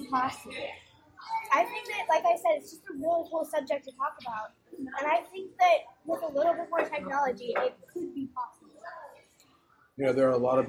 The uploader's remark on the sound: WARNING: AUDIO QUALITY IS SUBPAR. We went on location for dinner. Over pizza and salad. Being on-location, the audio is not optimal, and even with as much as I was able to clean it up, still sounds less than clear.